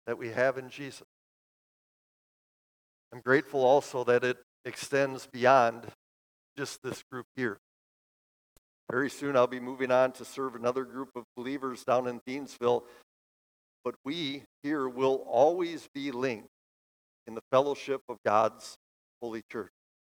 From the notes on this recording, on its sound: Bethany, Appleton, WI. Preached this sermon at Bethany's Sunday worship on December 10, 2023.